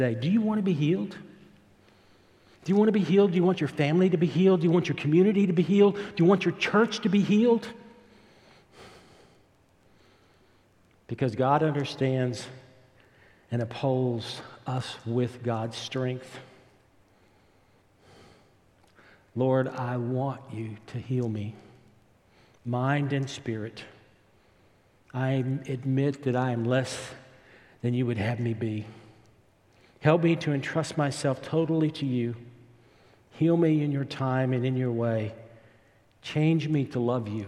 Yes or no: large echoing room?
yes